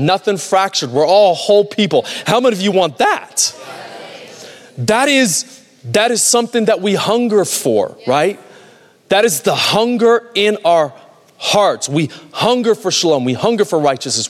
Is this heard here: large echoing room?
yes